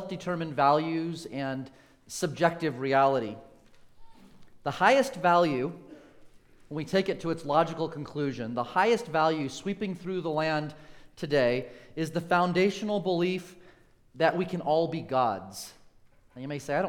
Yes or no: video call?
no